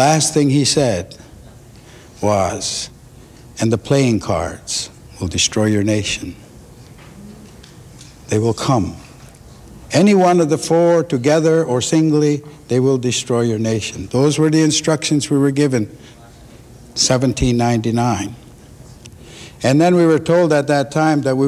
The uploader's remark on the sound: In the winter of 1993, spiritual leaders of 7 indigenous nations of North America came to the United Nations to deliver their traditional prophecies relating to the earth. They traveled from the four directions to bring their urgent messages to an audience of United Nations dignitaries and honored guests.